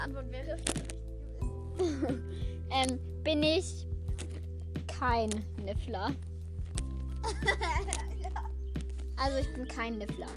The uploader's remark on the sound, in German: Heute sind wir endlich wieder zusammen beim Aufnehmen!! Allerdings nur draußen, weswegen die Tonqualität nicht so super ist...